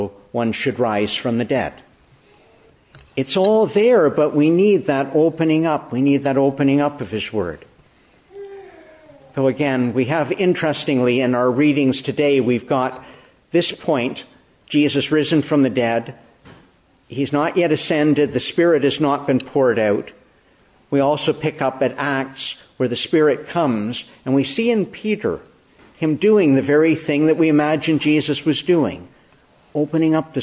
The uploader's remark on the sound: Morning Service. Preached in the Annunciation of the Blessed Virgin Mary, Ottawa, Easter 3, 2023.